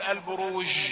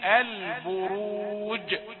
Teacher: البروج، الجيم شديدة، يعني واحد ينطق مثلا يقول البروج، يقول هذا خطأ، هذا جنوح بالجيم إلى الشين، لصفة التفشي في الشين · Shown in: first take · إذا قال البروج هكذا.